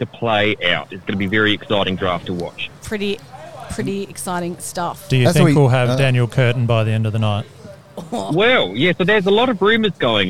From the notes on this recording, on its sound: LIVE from the Courtyard at the TA Hotel in Mitcham. Plenty of live listener feedback and general social media.